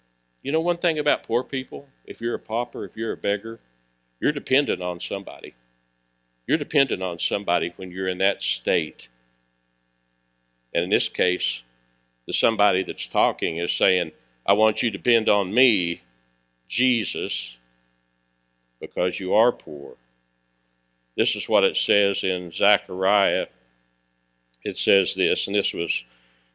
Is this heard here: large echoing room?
yes